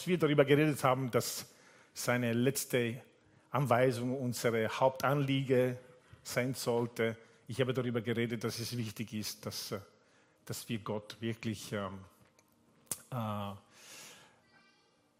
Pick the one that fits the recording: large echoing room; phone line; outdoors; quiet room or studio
large echoing room